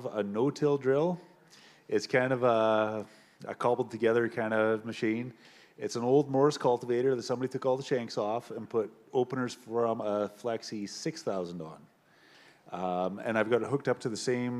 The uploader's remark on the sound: in a live panel format, recorded at the Organic Connections show in Saskatoon.